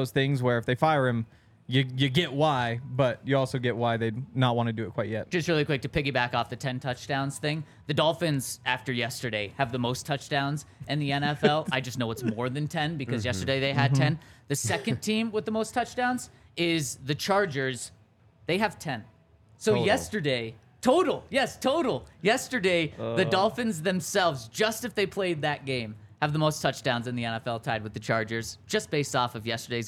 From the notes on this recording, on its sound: coming to you LIVE from the DNVR Bar